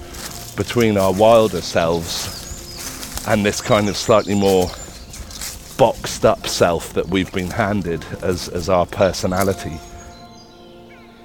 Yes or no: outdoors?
yes